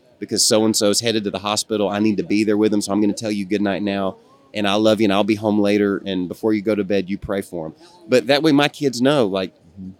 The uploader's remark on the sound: Live at SBC. Live at the Southern Baptist Convention.